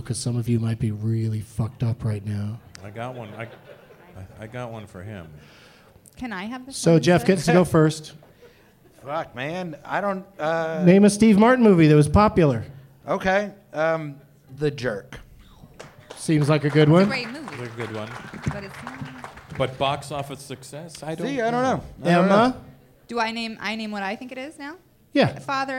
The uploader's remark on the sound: Live from Wiseguys Comedy Club in Salt Lake City